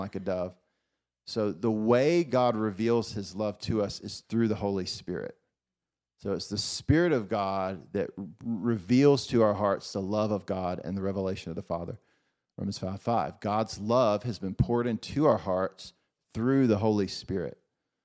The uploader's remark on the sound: Recorded at Faith Hope Love House of Prayer in Columbus, OH in April 2023.